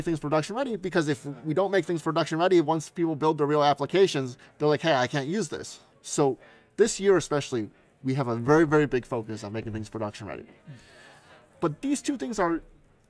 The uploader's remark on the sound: The audio quality of this episode may not be up to our usual standards, as the interview was conducted in the lively and bustling environment of a hackathon lobby.